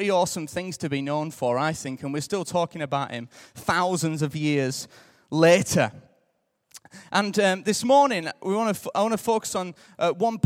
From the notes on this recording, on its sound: Recorded live at Life Church on Sunday 26th July 2015.